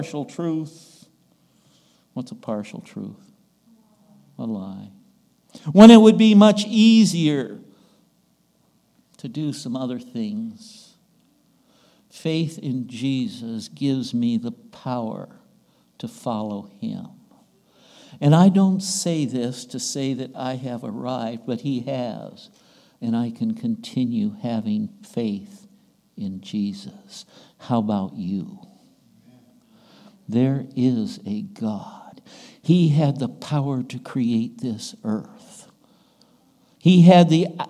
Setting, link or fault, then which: setting, large echoing room